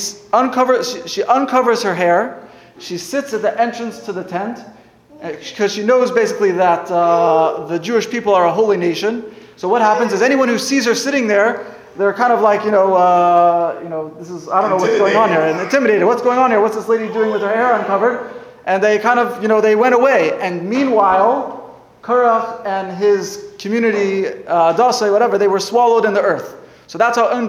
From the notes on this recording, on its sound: Sunday Kolel Lecture. Recorded live at The Torah Center ATL on June 11, 2023.